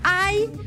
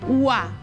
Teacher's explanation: hi ha un diftong decreixent, ai, i un diftong creixent, ua